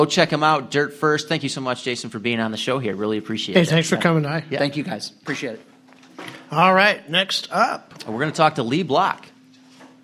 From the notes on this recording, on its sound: Live from Hood River! We thought it might be fun to record the show live, in front of an audience, and what better audience to do that with than the attendees at this years’ Rally in the Gorge. We interview the attending vendors.